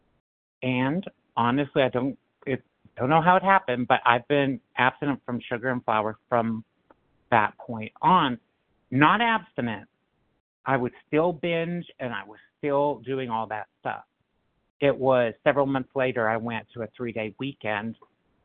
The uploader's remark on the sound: 100 Pounders Phone Meeting.